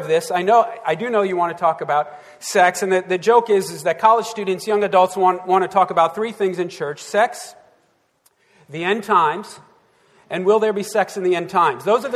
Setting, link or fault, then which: setting, large echoing room